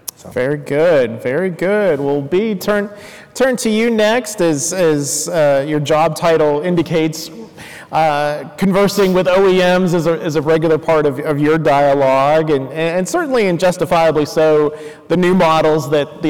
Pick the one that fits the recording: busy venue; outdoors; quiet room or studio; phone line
busy venue